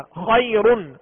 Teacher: उम फअंजिर, खैरुन खैरुन, अब हमने यहाँ पे वक्फ नहीं किया खैरुन, तो ये हरकत पड़ी यानी दो पेश रा के पढ़े तो रा को पुर पढ़ेंगे, इसलिए कि उसकी असली कैफियत को हम देख रहे हैं कि रा पर दो पेश की अलामत है, दो जबर की अलामत हो या जबर पेश हो तो रा को पुर पढ़ेंगे, लिहाजा यहाँ दो पेश की तनवीन है लिहाजा रा को पुर पढ़ेंगे।